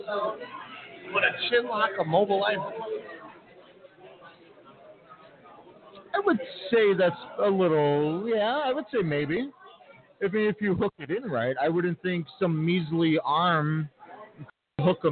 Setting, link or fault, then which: setting, busy venue